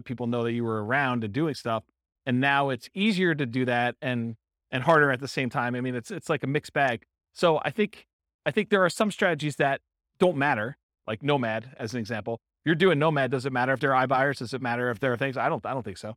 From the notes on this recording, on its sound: In Grand Prairie, Texas. This was a live class recorded.